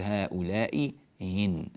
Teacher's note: همزتان مكسورتان، الهمزة الثانية منهما تكون مسهلة بين بين، تسهيل الهمزة الثانية، فيقول هؤلاء إن، هذا كله طبعا حال اتصال الهمزتين.